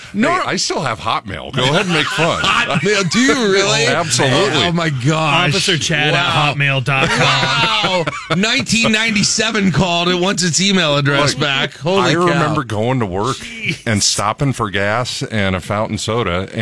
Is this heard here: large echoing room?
no